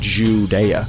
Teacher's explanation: with a weird emphasis on the first syllable